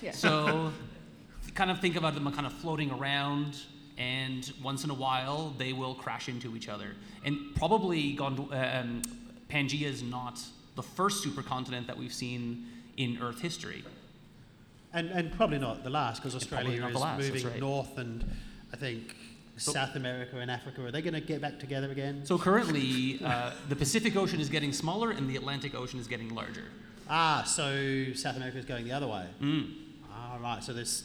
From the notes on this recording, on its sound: We’re LIVE in Armidale for National Science Week at The Welder’s Dog Brewery, and in this episode, recorded on Anaiwan country.